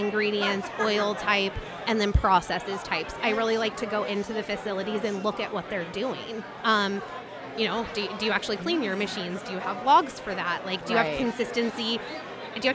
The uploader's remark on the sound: Produced live at …’s Networking Event at the Electric Hotel in Chicago’s River North neighborhood. With the Electric Hotel brimming with excitement to hear from Keynote Speakers and network with like-minded people in the industry.